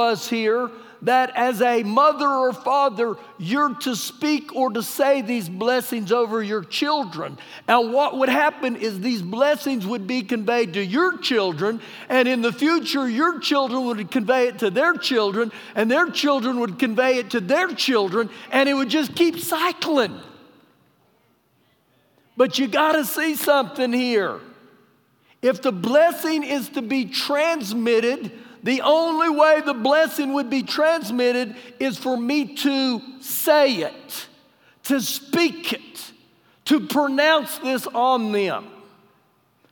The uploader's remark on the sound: Recorded live during our Sunday morning service